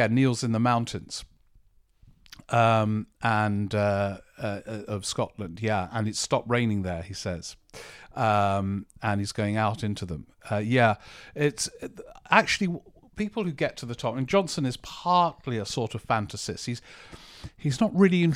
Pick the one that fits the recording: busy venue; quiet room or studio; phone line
quiet room or studio